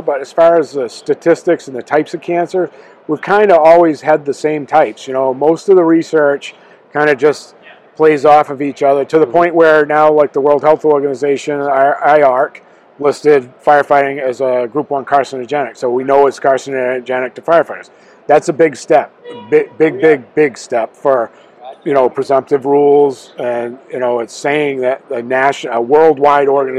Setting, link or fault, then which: setting, busy venue